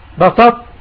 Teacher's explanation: جئنا بها من حرف الطاء، من حرف الطاء، ذهبت ذات الطاء وبقيت صفة الاستعلاء ووضعت على التاء · Term: ناقص